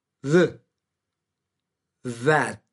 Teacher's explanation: D con la lengua entre los dientes